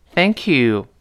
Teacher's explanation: thank 后面那个 k 跟 you 要连读